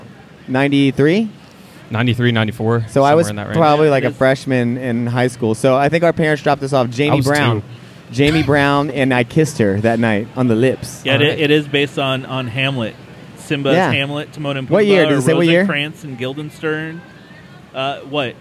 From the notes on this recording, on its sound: The Cincinnati Mini Maker Faire Live! Podcast live from the faire Sunday afternoon!